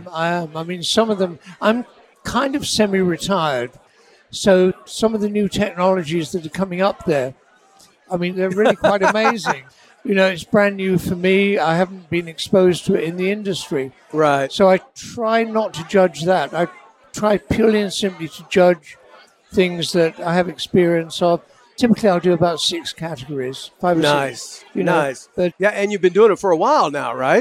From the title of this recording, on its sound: Live from the 2022 World Oil Awards